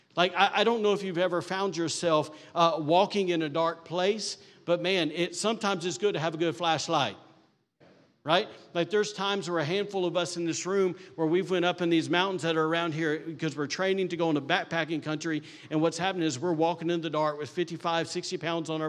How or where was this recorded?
large echoing room